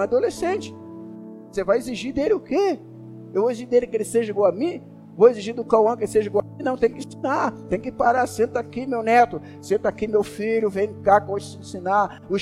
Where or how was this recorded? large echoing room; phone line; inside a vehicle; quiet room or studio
large echoing room